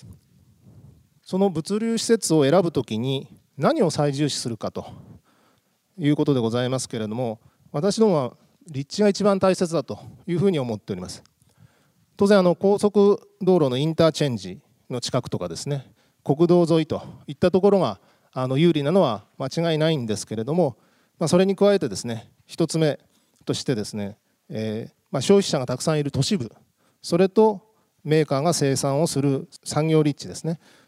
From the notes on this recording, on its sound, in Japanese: 2月24日に東京証券取引所で開催した「J-REITファン2018」に登壇した「三菱地所物流リート投資法人」のIRセミナーをダイジェスト版でお送りします。